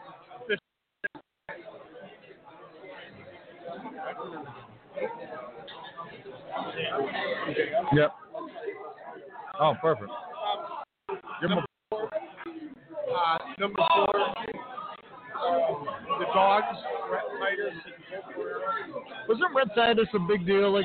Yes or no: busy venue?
yes